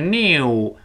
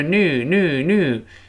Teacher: 英国人强烈的有个耶的声音，就是 new，美国人觉得转圈儿费劲